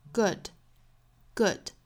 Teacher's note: 并不是像呜这样紧凑的聚拢感，而是唇形微微向前去突出 · 在发短元音这个音的时候呢，我们的舌后部隆起，唇形是微微向前聚拢